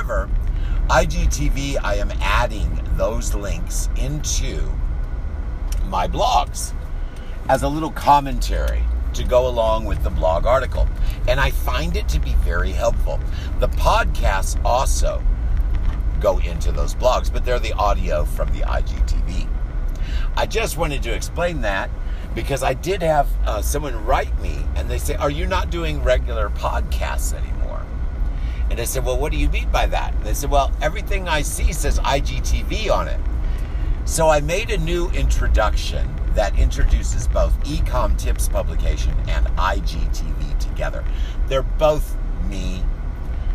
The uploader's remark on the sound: driving around in the car